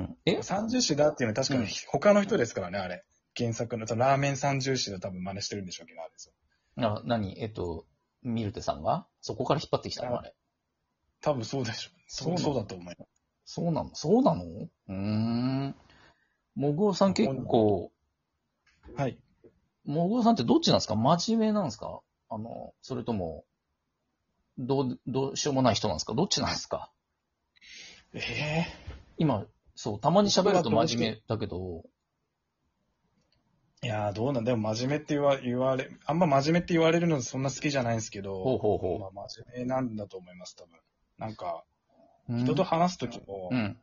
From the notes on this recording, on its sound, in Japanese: リモート収録